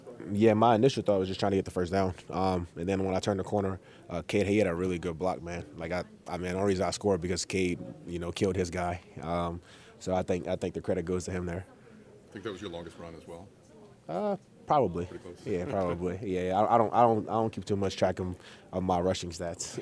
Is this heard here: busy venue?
yes